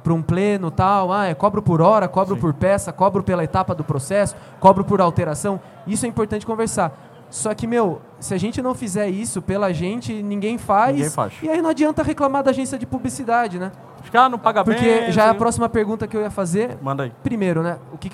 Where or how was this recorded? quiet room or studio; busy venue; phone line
busy venue